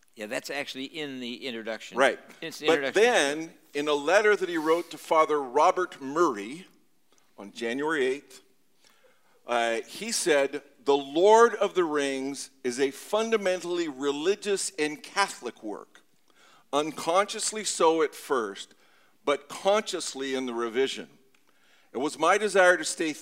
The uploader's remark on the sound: Recorded live at the Walker-Ames Room in Kane Hall on the University of Washington Campus.